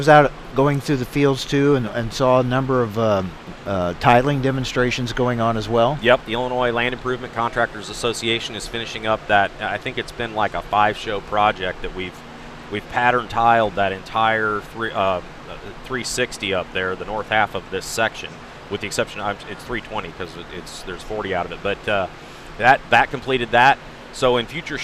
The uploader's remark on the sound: Live from Farm Progress Show. Reports live from Farm Progress in Decatur, Illinois!